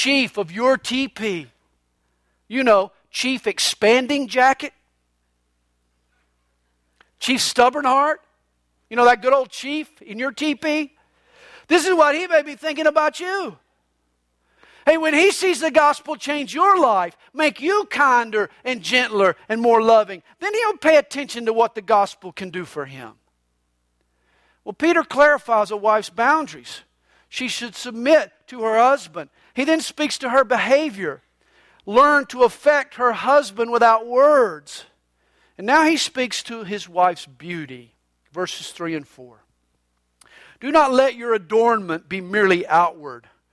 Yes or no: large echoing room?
yes